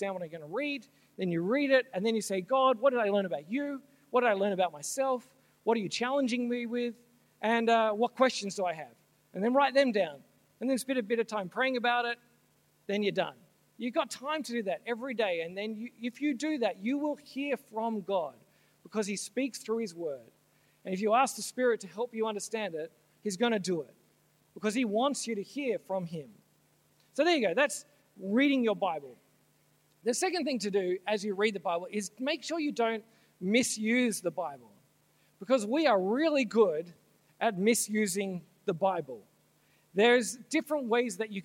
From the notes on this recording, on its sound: This talk was originally given at Soul Survivor Conference NSW 2017